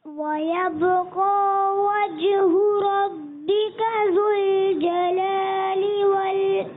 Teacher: ذو الجلال میں زال کی ادائیگی کلیئر کرنی ہے اور اکرام میں کاف باریک رکھنا ہے، را کو پر کرنا ہے